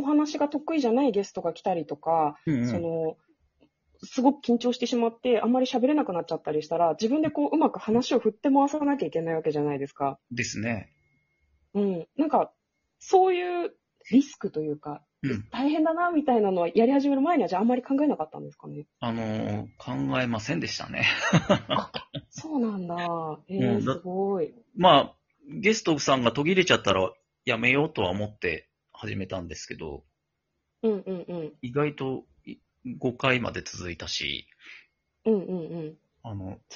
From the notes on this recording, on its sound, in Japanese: リモート収録